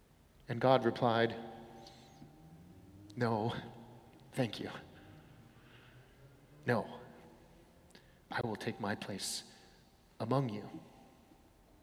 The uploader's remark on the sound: Sermons from Old South Church in Boston